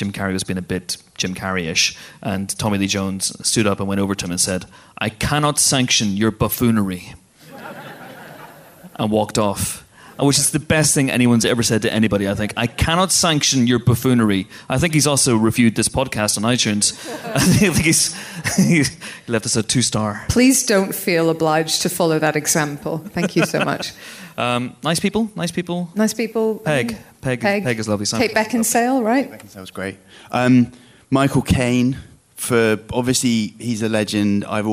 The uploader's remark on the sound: a sold-out audience join us for a very special live podcast, direct from Empire Live at The O2 in London